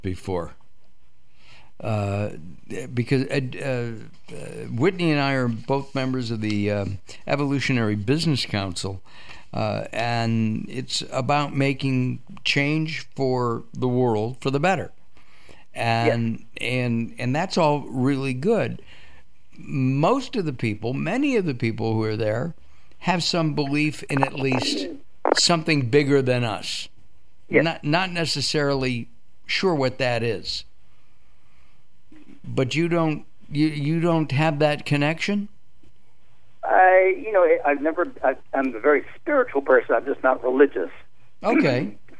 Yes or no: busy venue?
no